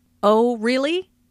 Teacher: Notice the rising intonation on really. This shows that the speaker is surprised.